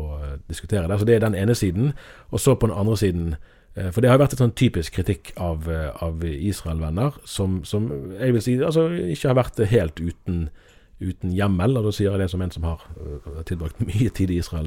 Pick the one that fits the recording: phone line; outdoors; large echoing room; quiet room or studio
quiet room or studio